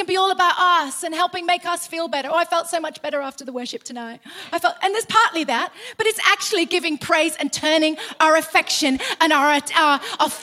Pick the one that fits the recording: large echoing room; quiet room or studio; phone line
large echoing room